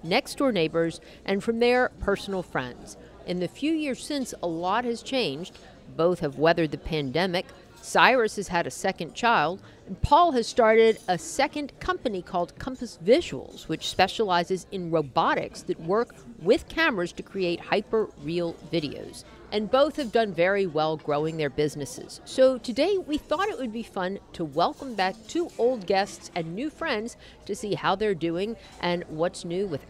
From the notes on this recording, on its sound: Out to Lunch is recorded over lunch at Mansurs on the Boulevard. Out to Lunch is recorded over lunch at Mansurs on the Boulevard.